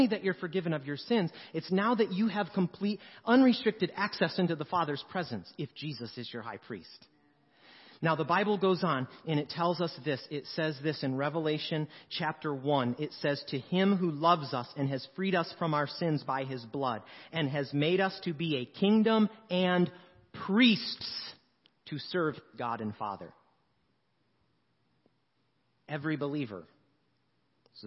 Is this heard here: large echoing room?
yes